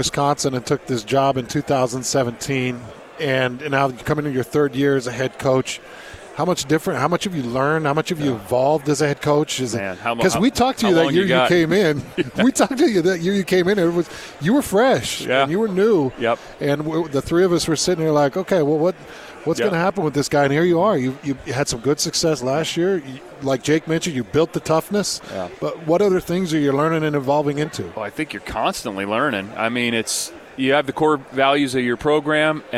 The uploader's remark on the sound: live from Pac-12 Media Day